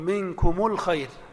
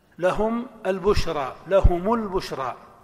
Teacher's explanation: ننظر للضمير الذي قبلها، إن كان مضموما وجب أن تضم، يتخلص من سكونها بالضم · Term: ميم جمع